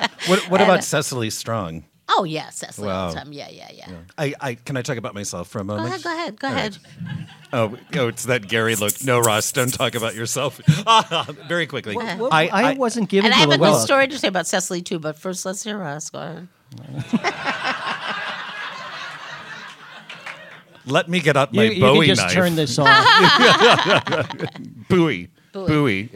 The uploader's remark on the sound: Before a live audience at Steppenwolf's 1700 Theatre as part of the 1st Annual Chicago Podcast Festival.